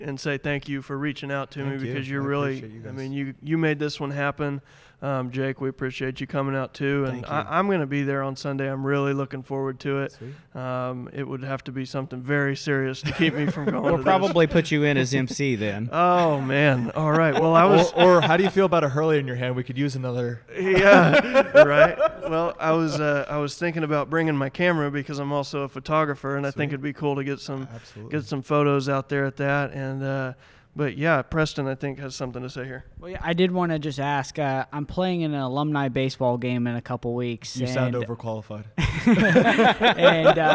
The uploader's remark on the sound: Tonights episode was recorded at Dead Armadillo Brewery at 4th and Peoria.